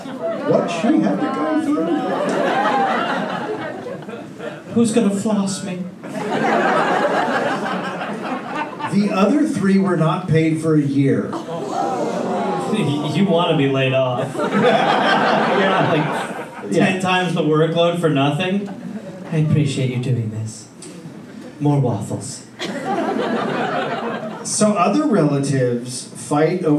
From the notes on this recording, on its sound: Recorded live in Sacramento